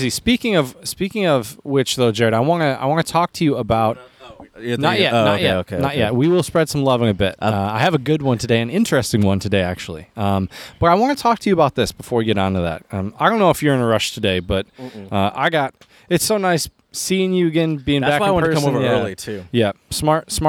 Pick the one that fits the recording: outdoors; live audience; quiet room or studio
outdoors